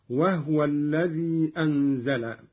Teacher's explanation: قوله تعالى: وهو الذي أنزل. قرأ قالون بإسكان الهاء هكذا: وهو الذي أنزل.